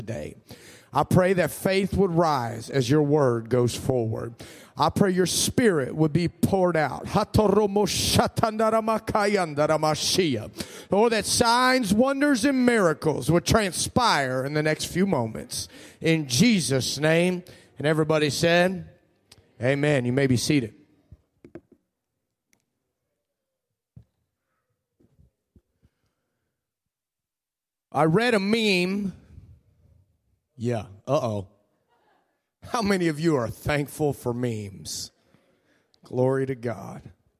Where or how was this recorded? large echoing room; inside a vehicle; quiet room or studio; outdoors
large echoing room